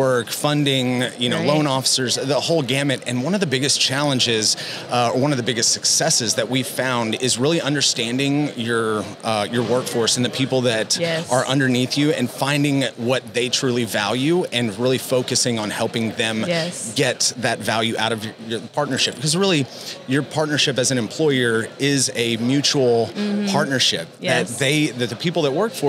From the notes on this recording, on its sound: NATDA Live Episode. Episode recorded at NATDA.